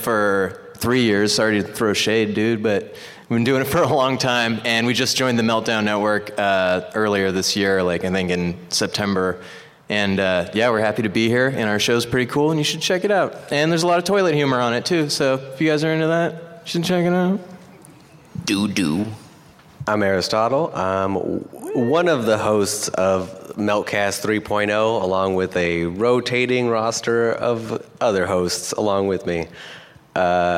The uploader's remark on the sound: Recorded LIVE from Stan Lee's Los Angeles Comic Con 2016.